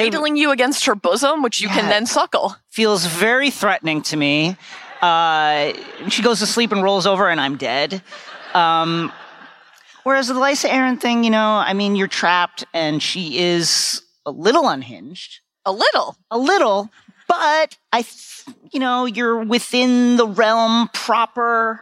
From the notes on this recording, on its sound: Recorded live at Con of Thrones 2019 in Nashville, Tennessee. Answer some “would you rather” questions from the audience.